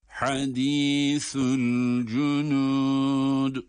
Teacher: Ha ince ve boğazın ortasından çıkan, sa ise peltek okunan harf.